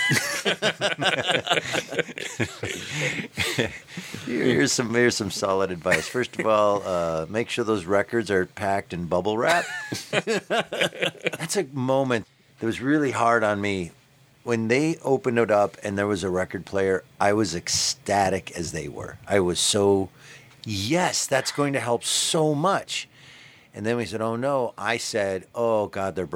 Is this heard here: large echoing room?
no